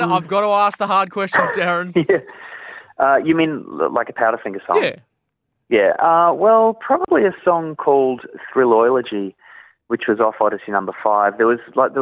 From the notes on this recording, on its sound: jumped on the phone for a chat